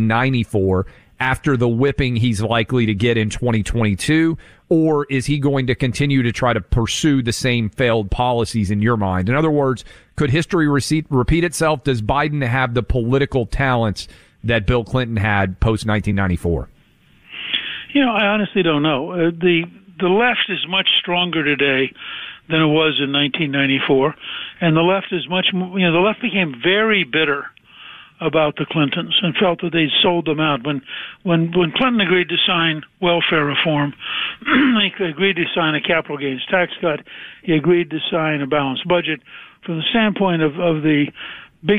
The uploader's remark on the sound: Makes a surprise phone call.